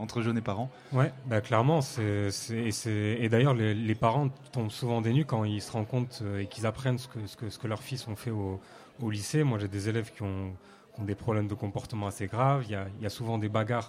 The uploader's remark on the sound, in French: Notre émission spéciale consacrée aux bandes de jeunes à Paris est réalisée en direct de la Maison des Métallos.